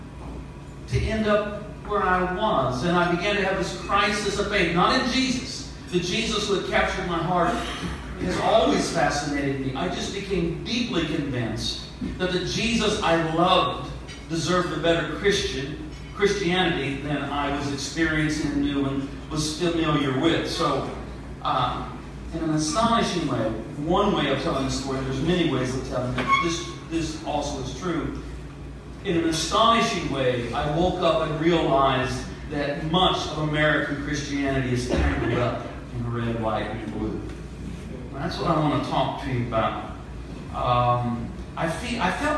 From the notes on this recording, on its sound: At the Nazarenes United For Peace Post-Conference 2-14-19. I was invited to sing and play music at the event.